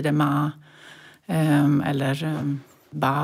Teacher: Så att man har slutning, kanske något M-liknande ljud. Och sen har man käköppning, ett A-liknande ljud. Och då blir det ma eller ba möjligen så småningom och sådär. · Term: slutning och käköppning